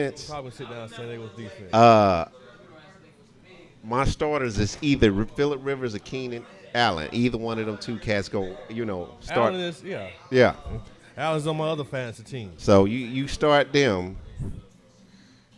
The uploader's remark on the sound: NIX Sports Live Show!! Live from B Woods.